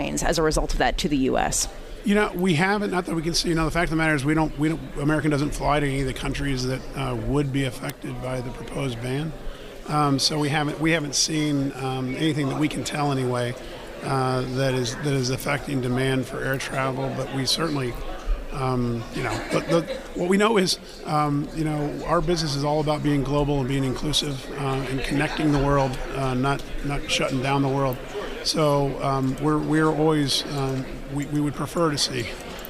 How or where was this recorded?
busy venue